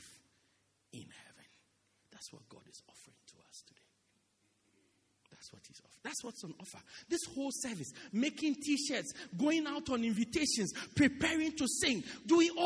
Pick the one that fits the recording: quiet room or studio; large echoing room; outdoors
large echoing room